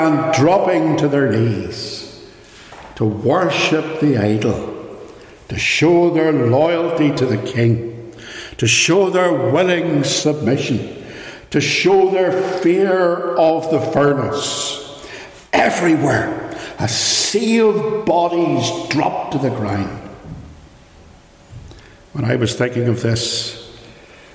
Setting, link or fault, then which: setting, large echoing room